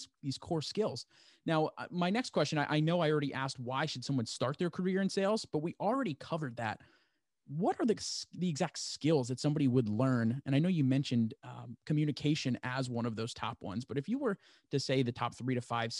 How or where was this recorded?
video call